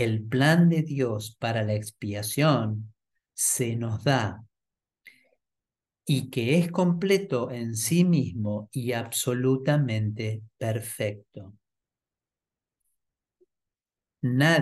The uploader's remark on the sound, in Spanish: Clase en vivo por Zoom desde UCDM Iluminación.